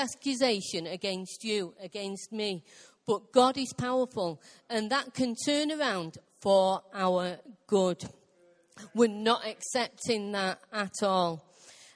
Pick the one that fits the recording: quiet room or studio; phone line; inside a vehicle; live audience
live audience